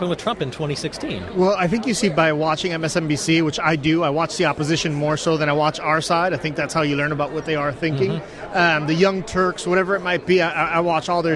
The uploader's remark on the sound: live from CPAC